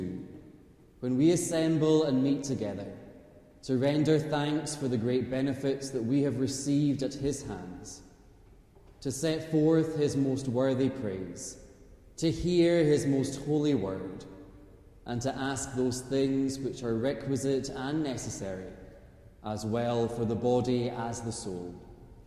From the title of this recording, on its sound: Live Choral Evensong